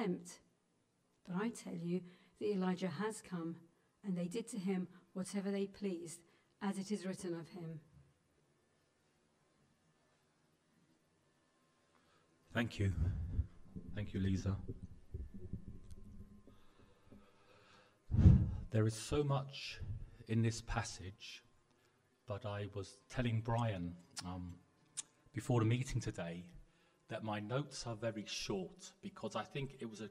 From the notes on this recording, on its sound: Preached at the LCC Sunday Service